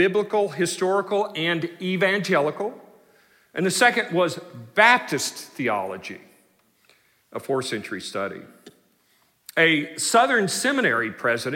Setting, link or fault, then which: setting, large echoing room